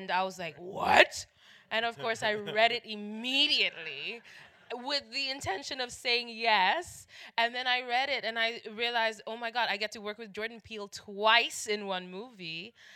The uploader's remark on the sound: on March 30, 2019 at the Samuel Goldwyn Theater.